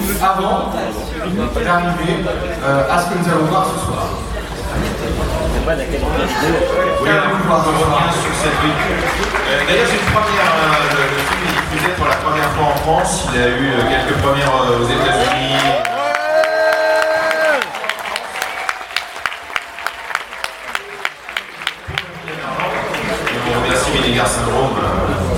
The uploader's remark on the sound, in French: Notre reportage audio de la nuit nanarland. Au programme, des interviews, des cuts que nous avons montés nous même, de la musique et des extraits de la soirée.